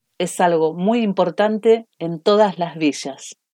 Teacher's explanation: Often the double L's and Y's are pronounced with a sh sound.